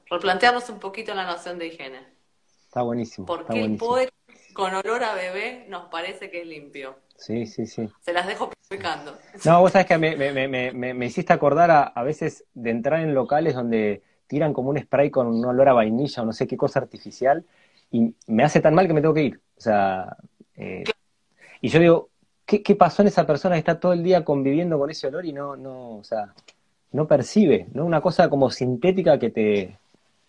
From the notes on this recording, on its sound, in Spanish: Audio de la charla en vivo por Instagram